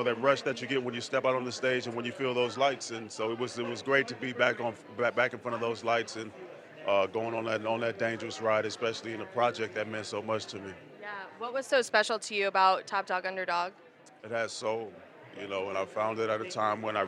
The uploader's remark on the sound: Live from the Theatre World Awards Red Carpet. Live on the red carpet of the Theatre World Awards. Featuring interviews from honorees and presenters.